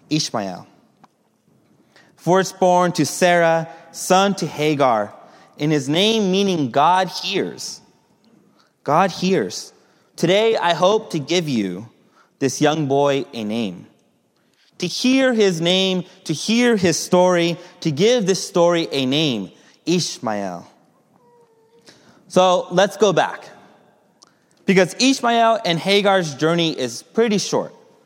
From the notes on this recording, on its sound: Message delivered during the Contemporary Worship